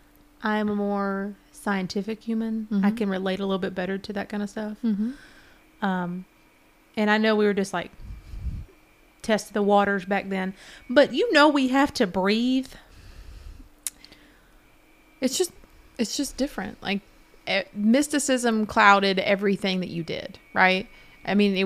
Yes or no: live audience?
no